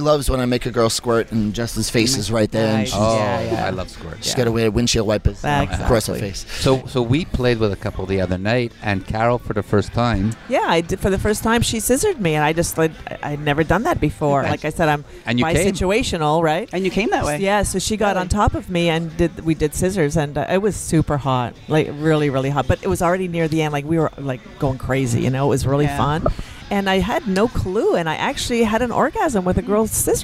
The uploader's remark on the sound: On location from Hedonism II Resort in Jamaica.